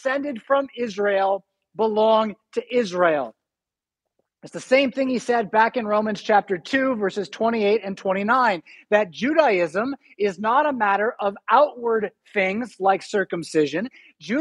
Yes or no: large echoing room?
yes